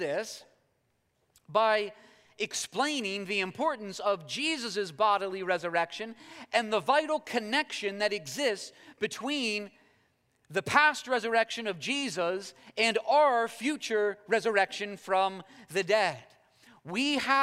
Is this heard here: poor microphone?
no